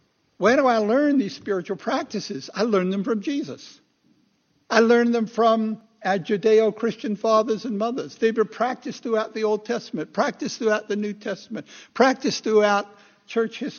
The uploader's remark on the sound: Recorded 2/11/2016 at Christ Church Anglican